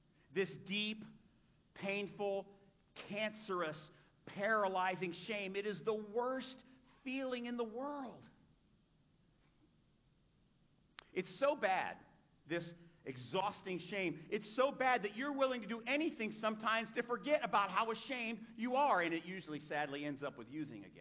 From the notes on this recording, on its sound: A sermon preached at Celebrate Recovery in Sarasota FL on 6-25-2023